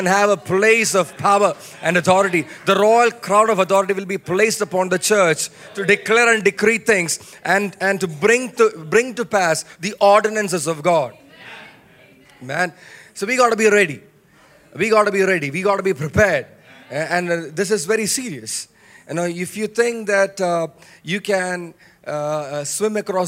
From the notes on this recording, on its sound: message preached at the Watch Night Service on 31 December 2023 at Revelation Church.